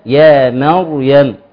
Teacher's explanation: كلمه يا مريم في القران الكريم ما فيهاش الا حرف واحد مفخم فقط وصلا ووقفا الذي هو الراء